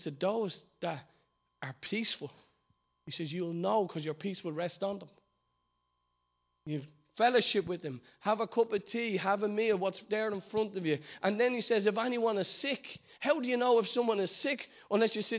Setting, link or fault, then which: setting, large echoing room